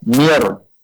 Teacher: Nunnya udah gak nampak lagi, langsung huruf ro yang depannya, mir rabbikum.